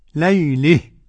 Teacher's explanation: لو وصلناها كده ما فيش حاجة. إذا وقفت عليها قرأها الكسائي بالإمالة